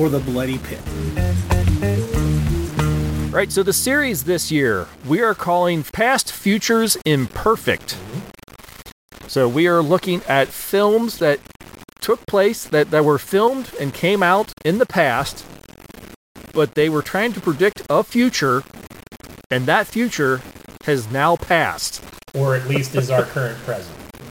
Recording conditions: poor sound quality